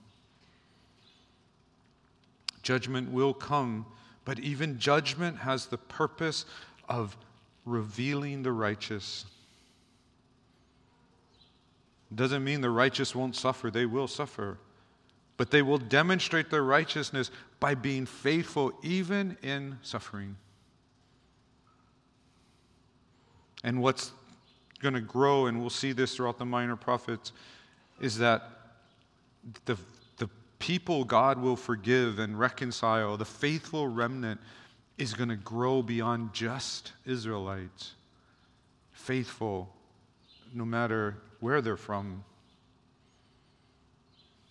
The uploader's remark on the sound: Recorded on January 6, 2024 at Waialae Baptist Church.